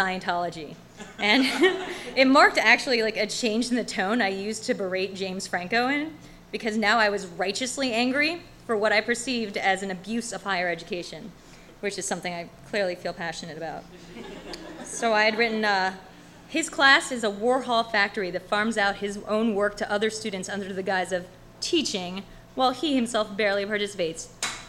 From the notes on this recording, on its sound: On Stage at Housing Works Bookstore Cafe. 126 Crosby Street in downtown Manhattan.